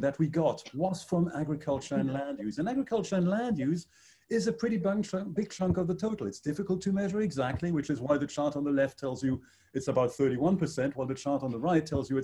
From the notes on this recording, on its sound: Excerpts from online panel discussion. Hosted by IIEA Brussels.